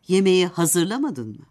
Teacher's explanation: Ezgili ses tonu zır hecesindedir.